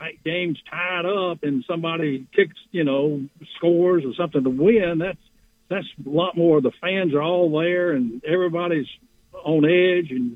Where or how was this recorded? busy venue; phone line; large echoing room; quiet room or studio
phone line